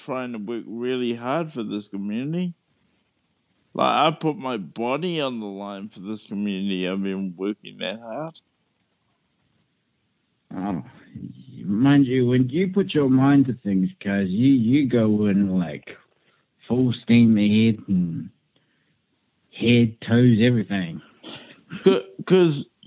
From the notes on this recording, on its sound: I catch up with my best friend via phone